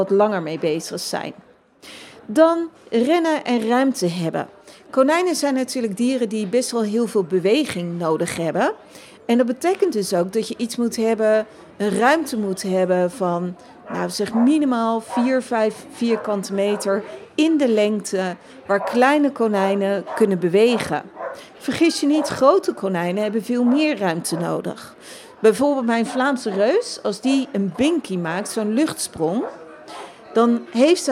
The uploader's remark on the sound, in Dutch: Live vanaf Animal Event